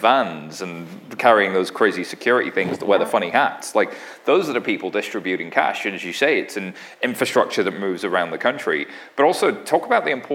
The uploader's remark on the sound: a live onstage panel as part of Empire Startups New York FinTech Week!